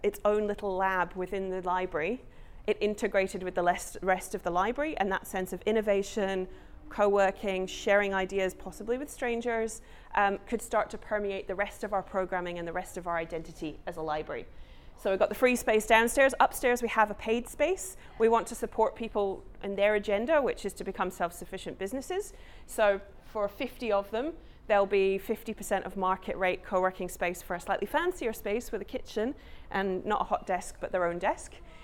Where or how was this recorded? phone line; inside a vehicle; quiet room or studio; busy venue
busy venue